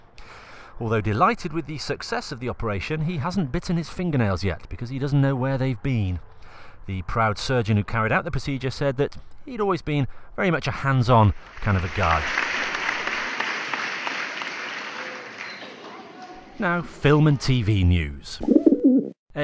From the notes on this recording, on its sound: Recorded in a field in Shepton Mallet.